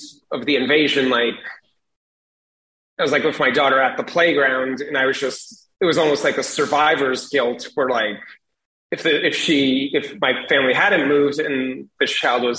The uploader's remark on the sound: joined me over Zoom